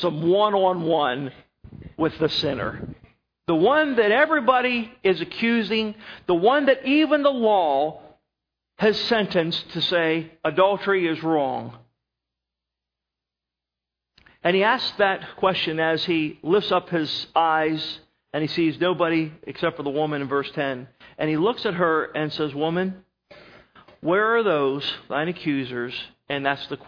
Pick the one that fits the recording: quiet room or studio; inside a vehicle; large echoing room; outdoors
large echoing room